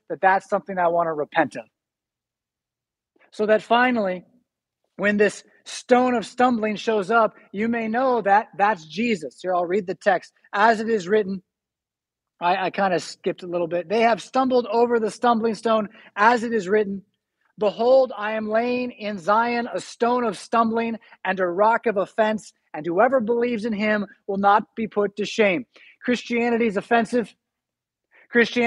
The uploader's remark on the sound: Preached at St Paul Lutheran Church , Rockford, Illinois on June 19, 2022.